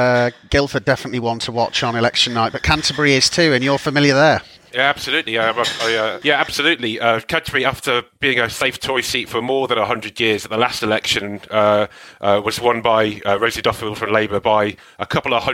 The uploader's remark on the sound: live from Advance HE's governance conference in London